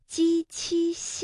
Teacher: 舌面的前部和硬腭的前部接触或者是接近构成阻碍 · Term: 舌面音